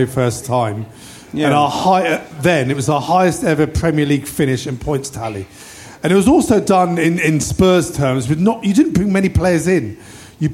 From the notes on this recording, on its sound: If you were there you witnessed three great shows, live at the 100Club and this is the second one!